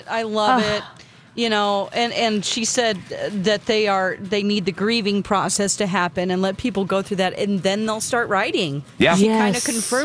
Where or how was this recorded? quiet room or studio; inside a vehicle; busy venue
busy venue